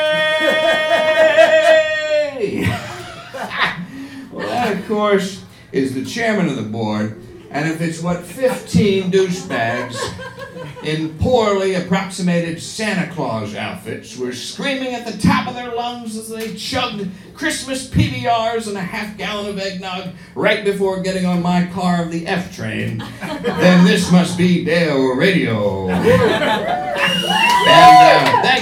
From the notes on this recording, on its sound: Recorded live at Brooklyn’s famed Union Hall.